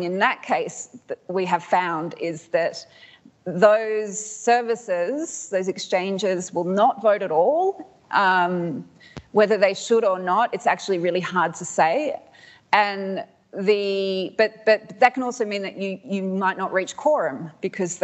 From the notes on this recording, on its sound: This episode was recorded live at the ‘What’s Governing Web3?’ conference in Melbourne.